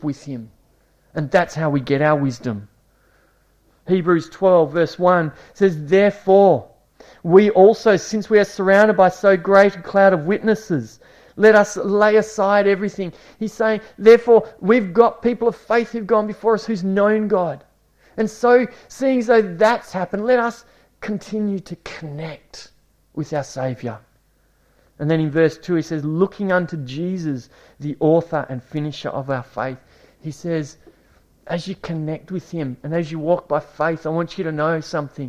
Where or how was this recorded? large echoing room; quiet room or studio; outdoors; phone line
large echoing room